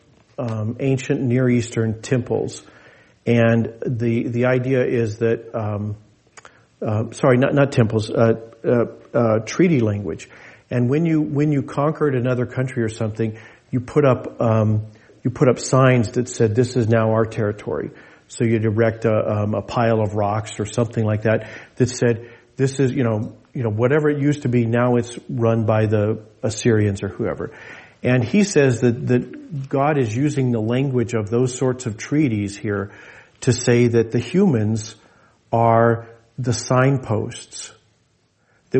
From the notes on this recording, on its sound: This message was delivered in gathered worship on Sunday, December 31, 2023 at Jewel Lake Parish in Anchorage, Alaska.